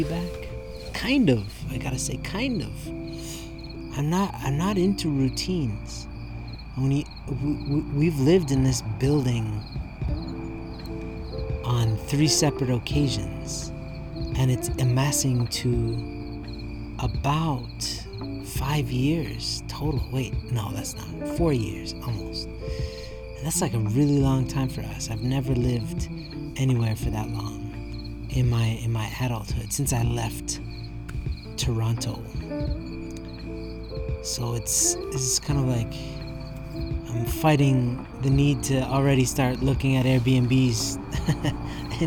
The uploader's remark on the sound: Tonight's recording is laden with the same crickets in the background as when I started my other podcast.